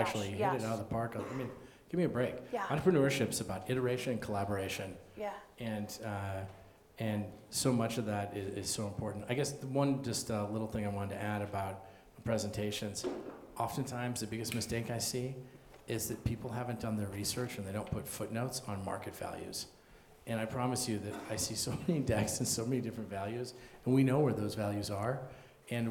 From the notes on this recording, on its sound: Recorded live in front of an audience of 150 students, faculty, entrepreneurs and innovators on the University of Denver campus.